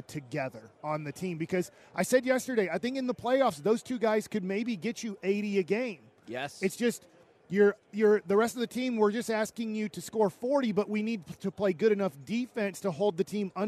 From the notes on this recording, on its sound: LIVE from Radio Row in Las Vegas!